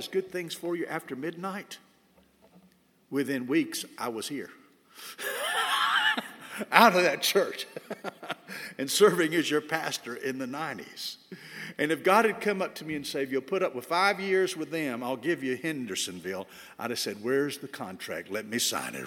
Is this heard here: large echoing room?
yes